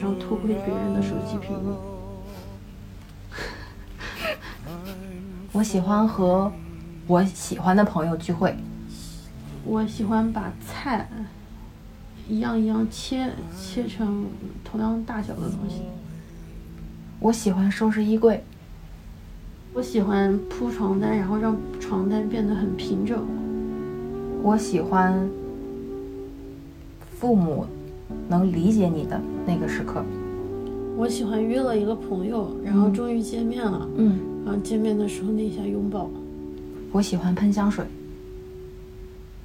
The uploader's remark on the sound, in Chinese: 录制的时候很放松，收声上可能会有些杂音。